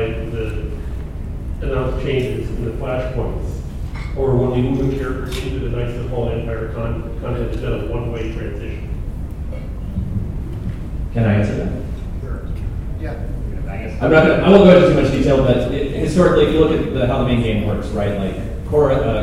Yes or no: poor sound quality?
yes